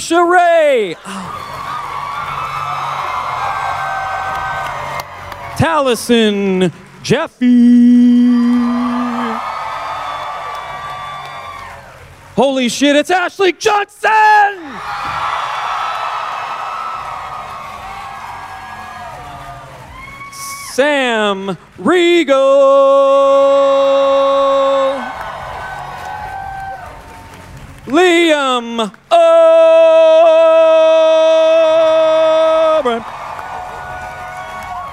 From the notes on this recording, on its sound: 2019 San Diego Comic Con Panel. Featuring a live table read of the first few pages of Vox Machina: Origins II #2 and a Q&A.